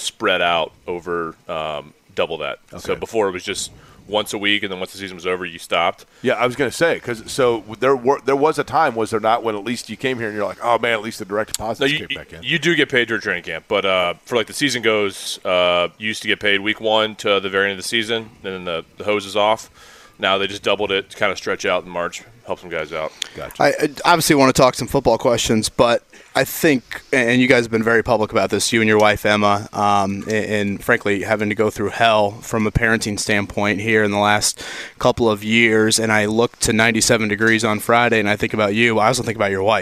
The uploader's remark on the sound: LIVE AT COLTS TRAINING CAMP!